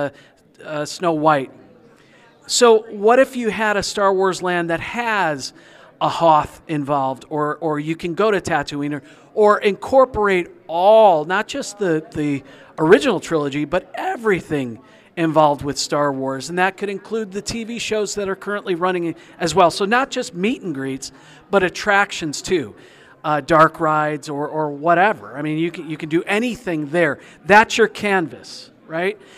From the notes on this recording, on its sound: A short time ago in a galaxy near by we attended the annual S.T.E.A.M. Into Star Wars event held at Washington Community High School in Washington, IL and we had a blast!